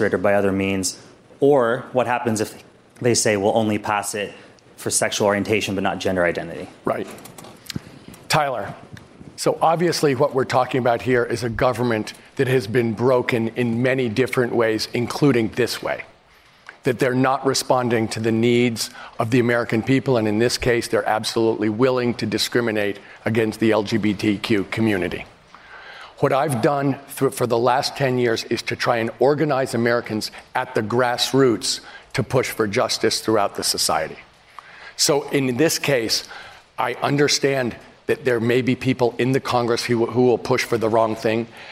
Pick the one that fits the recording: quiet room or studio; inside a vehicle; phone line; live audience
live audience